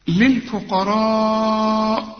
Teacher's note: أهو ده مد واجب، لازم تمد أربع حركات